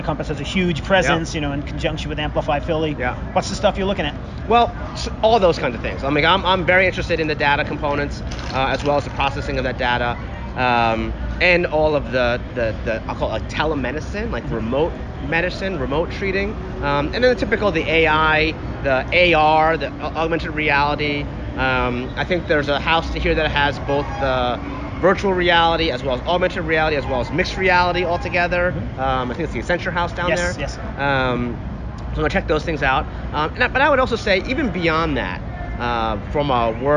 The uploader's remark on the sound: recorded at South by Southwest in Austin, Texas